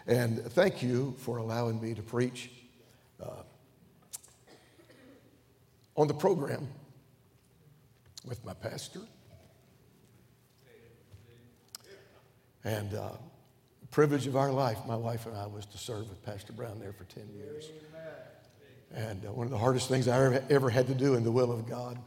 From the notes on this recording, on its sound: During the Tuesday Evening service of the 38th Annual National Pastors' & Workers' Conference in Santa Clara, California.